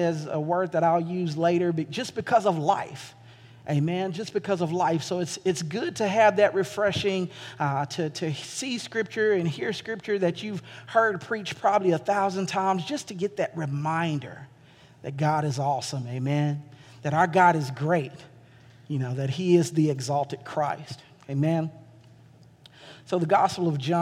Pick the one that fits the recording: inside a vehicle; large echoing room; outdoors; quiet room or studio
large echoing room